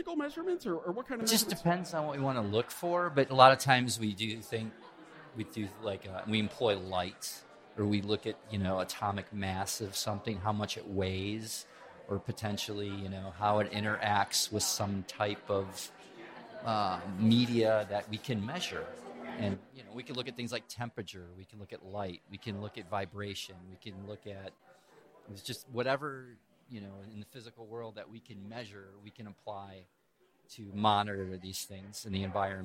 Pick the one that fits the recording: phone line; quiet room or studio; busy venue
busy venue